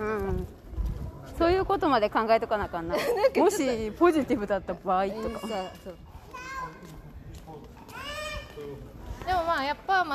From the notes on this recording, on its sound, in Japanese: 屋外収録途中でなぜかコロナテストしに行く回w。